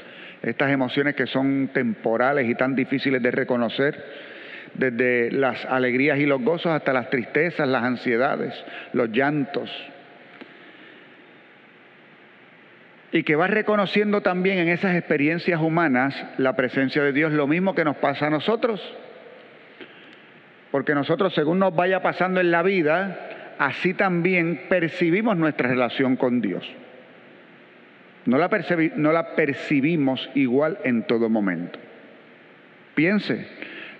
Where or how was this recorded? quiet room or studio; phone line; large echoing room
large echoing room